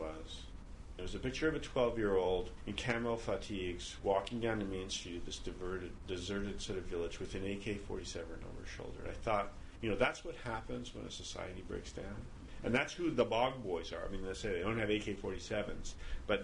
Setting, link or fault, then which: setting, busy venue